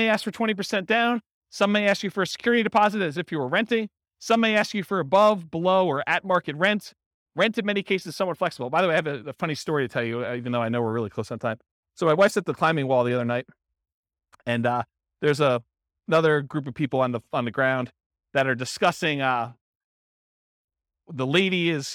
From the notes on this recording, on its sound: This was a live class recorded